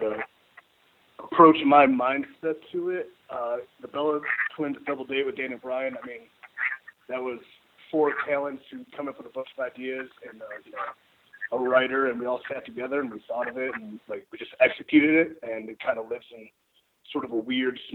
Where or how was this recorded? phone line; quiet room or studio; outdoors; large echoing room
phone line